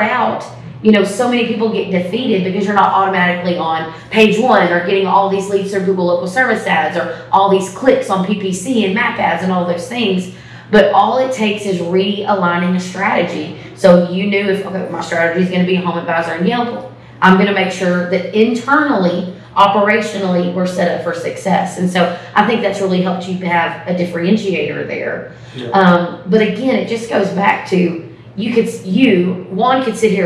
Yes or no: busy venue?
yes